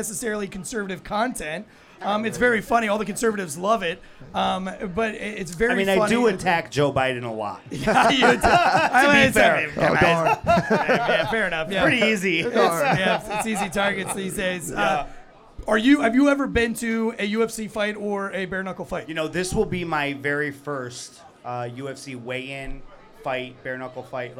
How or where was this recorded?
busy venue